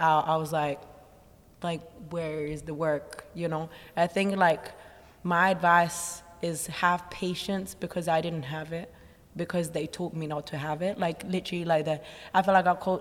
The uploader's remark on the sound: At The Ins And Outs Easter Intensive we had a Q&A.